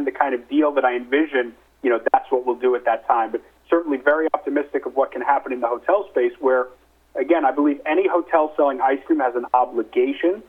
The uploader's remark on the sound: Nightfood Investor Conference Call